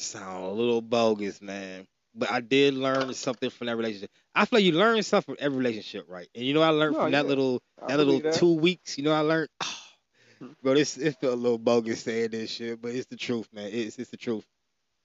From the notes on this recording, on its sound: Me and a childhood friend got on the phone